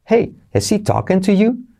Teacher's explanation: Ese hey nos da el punto alto de la frase y entonces luego lo replicamos en el verbo.